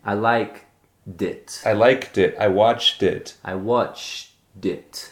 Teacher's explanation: when you add a vowel sound after it, for example, it, I liked it. The T becomes a D. It turns back to a D.